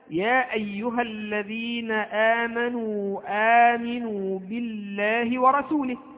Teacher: عندما أقول مثلا يا أيها الذين آمنوا آمنوا بالله ورسوله هكذا، فعندنا في كلمة يا أيها وكلمة آمنوا آمنوا هنا مدان منفصلان لمجيء الحرف المد في كلمة والهمزة في كلمة أخرى · Term: المد المنفصل